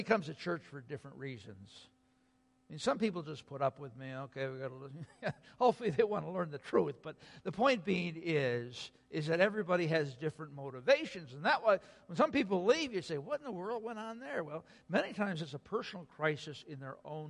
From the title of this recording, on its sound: Sunday Worship Service - Audio